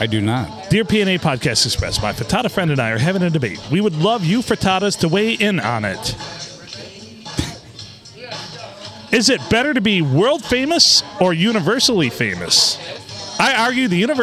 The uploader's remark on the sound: Recorded at the Blue Water Sports Bar in downtown Port Sanilac, right near the main 4 corners, which is a 4 way stop.